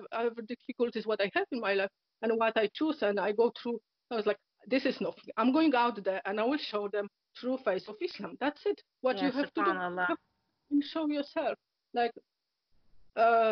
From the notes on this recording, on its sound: Apologies for the break up in sound they were due to poor internet connection.